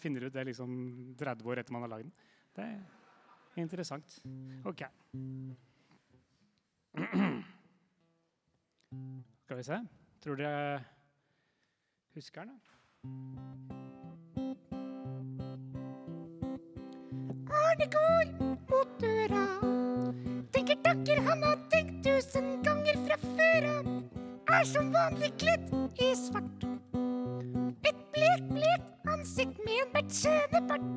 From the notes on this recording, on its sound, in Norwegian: Stabekk 100 år - live fra gymsalen. Stabekk vgs har 100 årsbursdag! Live fra gymsalen med gjester.